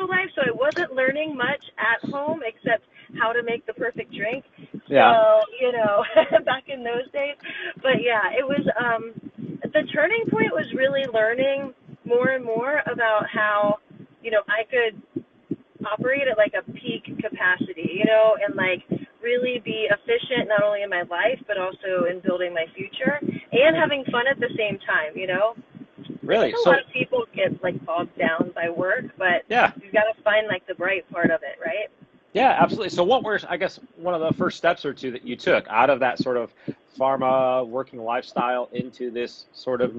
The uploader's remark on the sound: from my car!